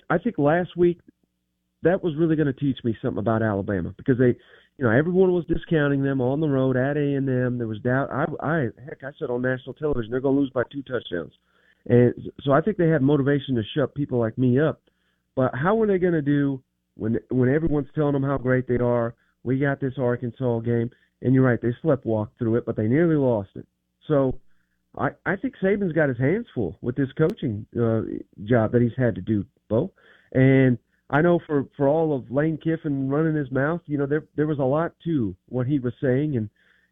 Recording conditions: phone line